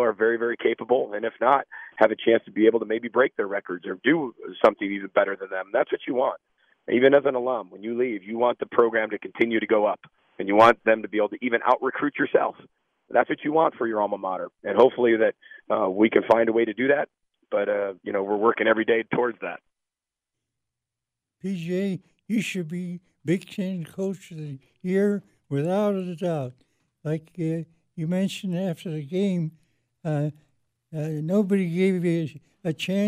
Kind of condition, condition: link, phone line